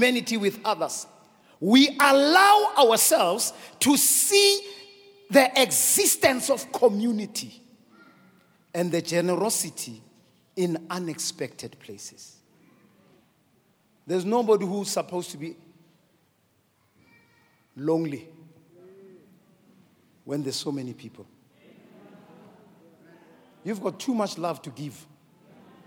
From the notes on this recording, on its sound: preached at Grace Bible Church Pimville on the 25th of December 2021